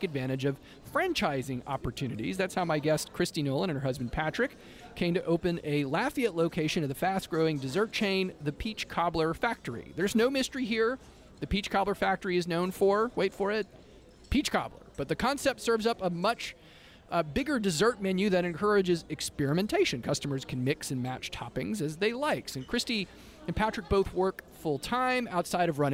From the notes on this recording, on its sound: Out to Lunch Acadiana was recorded live over lunch at Tsunami Sushi in downtown Lafayette.